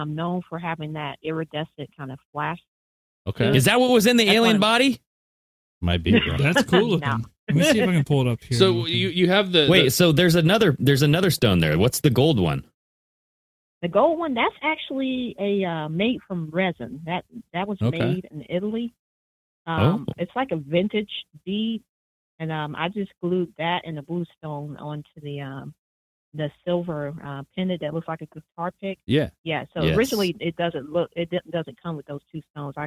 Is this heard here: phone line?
yes